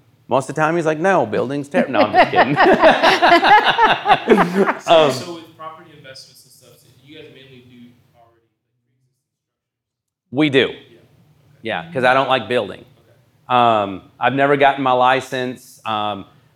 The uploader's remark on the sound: This episode is the fourth of a series of podcasts taken from a time of Q&A at Happy Home's first community meetup.